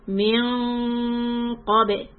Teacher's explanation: when you do the noon on min, you're going to raise the back of the tongue so that the gunna is heavy